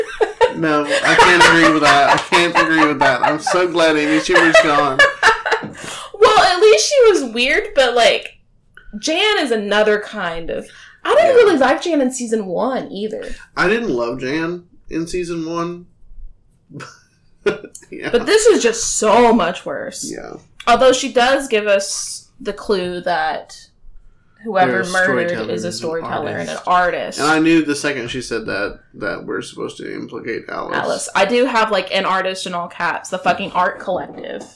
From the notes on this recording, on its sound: Please excuse the audio quality of this episode, we recorded in a different location.